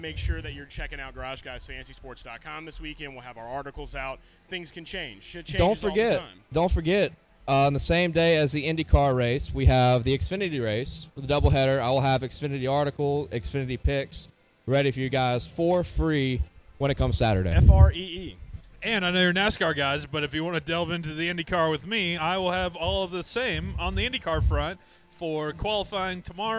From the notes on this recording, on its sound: LIVE from Hooters in Downtown Indianapolis